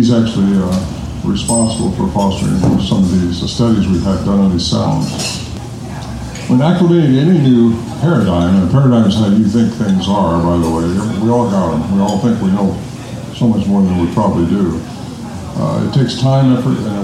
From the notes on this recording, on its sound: speak to a packed house of eager Sasquatch enthusiast who enjoyed the comforts of The Axe & Fiddle Pub SBR para/con live pub talks